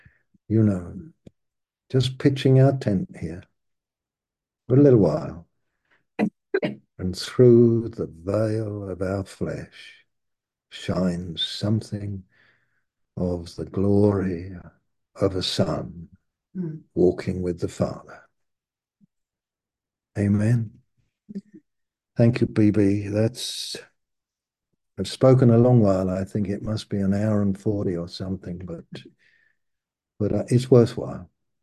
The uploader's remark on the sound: Malaysia Meets (Zoom)